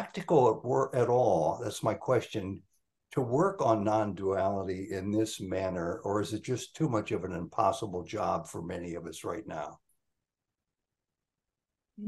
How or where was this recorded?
video call